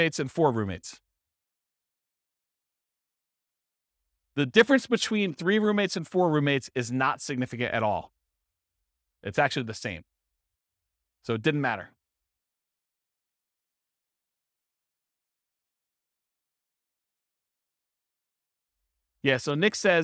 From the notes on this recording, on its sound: This was a live class recorded